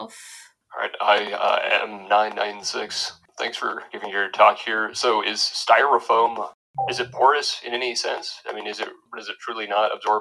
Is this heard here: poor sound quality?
yes